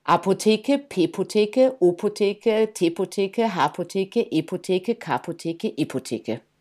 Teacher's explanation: Da sind Vokale drin, da sind ähm, plosive Laute drin, also die mit den Lippen geformt werden, nämlich das P. Ja. Da, sind, äh, da sind so harte äh, ähm, Konsonanten drin wie das T und das K.